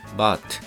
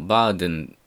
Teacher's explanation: マなんですね。その制約について考えるのに、ここではドイツ語の語末子音について取り上げようと思います。ドイツ語の有声破裂音ブードゥグ、アルファベットでは BDG と書かれるような音は、語末単語の最後ではプートゥク PTK の音になるという現象があるんですね。まあ、日本語風に言えば語末の濁音が正音になるということですけど、もうちょっと、一般言語学的に言うと有声破裂音が無声破裂音になるということができます。例えばドイツの都市でハンブルクというのがありますけど、このハンブルクというのも、綴りの上では G で書くんですけど、発音としてはクという無声音になってるんですね。ドイツ語でお風呂のことはバートと言います。バート、このトゥというのが T の音なんですが、綴りの上では D で書かれます。まあ、英語のバースにあたる単語です。ここでは有声破裂音の do が語末なので to という無声破裂音で実現しています · Shown in: first take · でこの現象は語末だけで起こる現象で、入浴するのバーデンだったら語中なので do という音で実現します